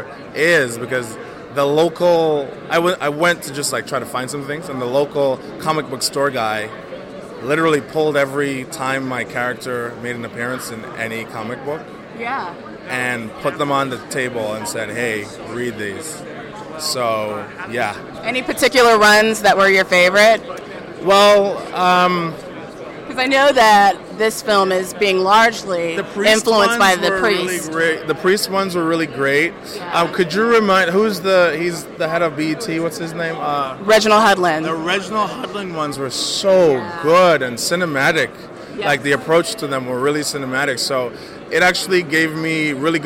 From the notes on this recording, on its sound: At San Diego Comic Con, we had the opportunity to chat with the following talent